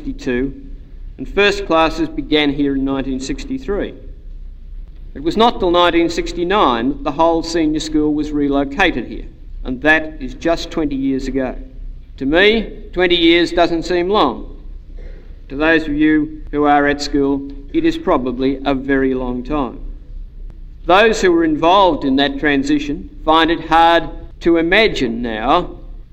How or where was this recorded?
large echoing room